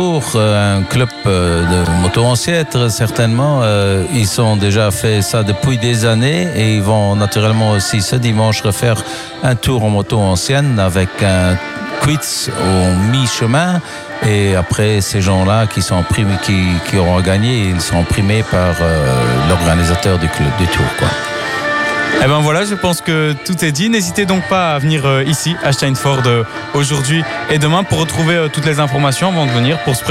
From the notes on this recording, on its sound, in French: À l'occasion de l'édition 2023 de la Vintage Cars & Bikes à Steinfort, Pep's Radio y était en direct.